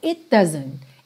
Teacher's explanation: Doesn't começa em D. T e D são fabricados no mesmo lugar, não é? Língua no céu da boca. Então, você junta num som só.